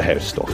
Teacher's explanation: he's changed the diphthong ow and made it more like a British diphthong there